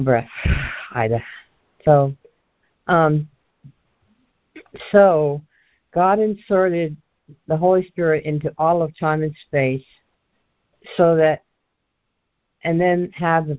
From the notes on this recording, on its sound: ACIM Daily Conference Call.